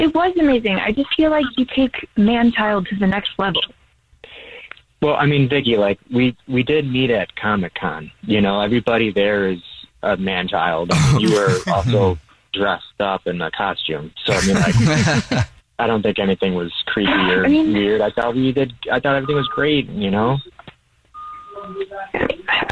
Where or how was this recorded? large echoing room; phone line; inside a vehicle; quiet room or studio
phone line